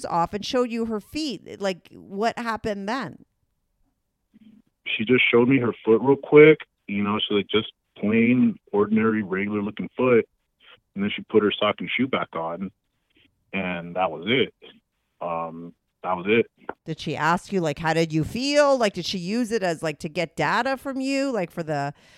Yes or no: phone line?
yes